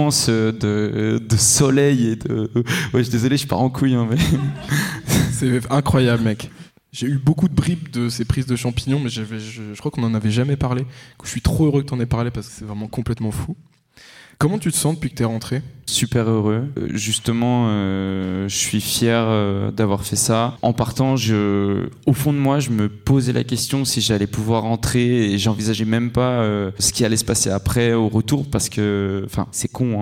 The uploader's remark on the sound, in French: Enregistré en public à la Galerie Echomusée dans le 18e arrondissement de Paris. Un merci aux spectateurs.